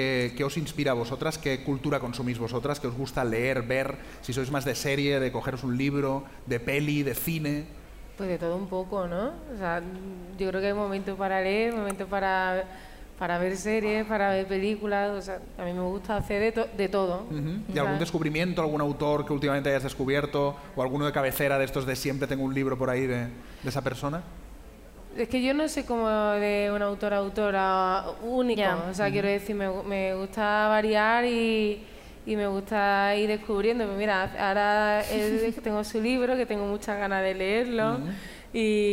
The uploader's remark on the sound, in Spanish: grabado desde la Feria del Libro de Madrid